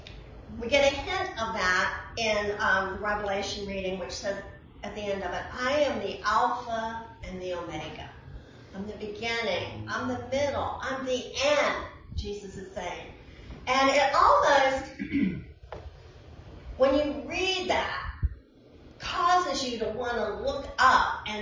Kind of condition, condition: setting, large echoing room